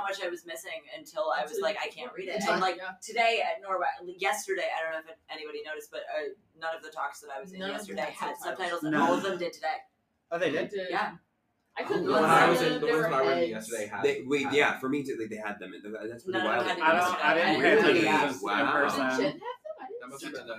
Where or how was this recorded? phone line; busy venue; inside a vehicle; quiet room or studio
busy venue